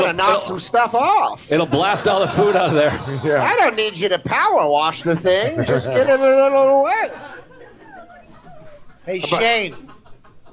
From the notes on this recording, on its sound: This years Yankee Swap is LIVE from the Comedy Cellar Fat Black Pussycat Bar